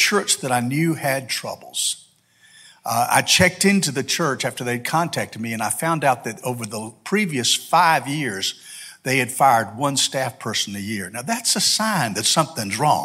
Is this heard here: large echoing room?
yes